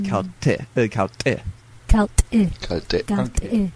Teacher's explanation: It's got an ejected T in it, so it makes that harsh T sound.